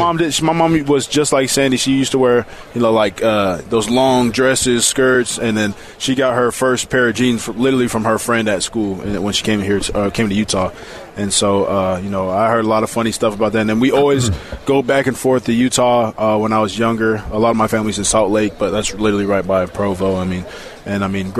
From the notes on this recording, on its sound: LIVE from Big-12 Media day